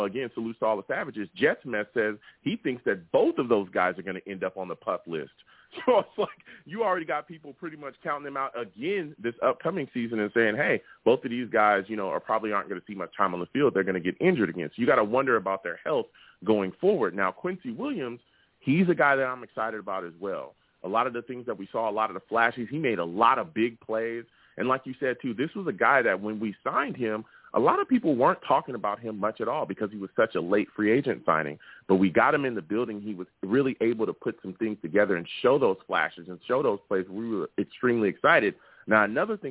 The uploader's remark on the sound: I also take live callers!